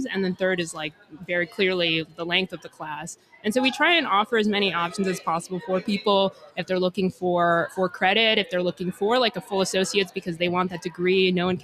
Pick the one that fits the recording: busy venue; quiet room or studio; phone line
busy venue